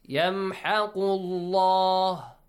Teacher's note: the letter lam in the word Allah must be pronounced heavily with full mouth